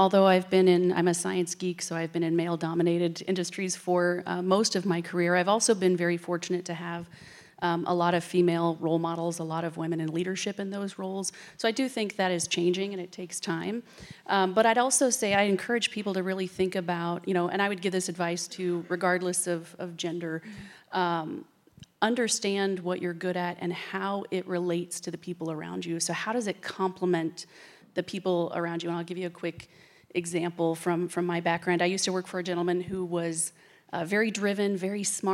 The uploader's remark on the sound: Highlights of the career advancement panel from the recent Ignite ICT Women's Conference.